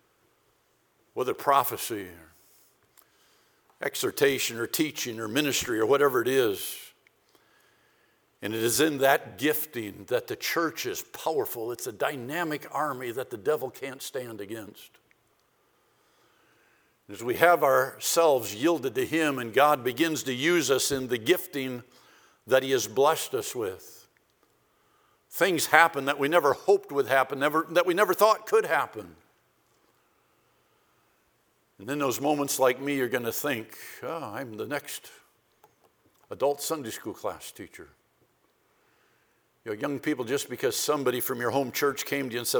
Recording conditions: large echoing room